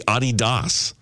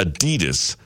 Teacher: With a slight emphasis on the first syllable, not Adidas, stressing the second. · Shown in: first take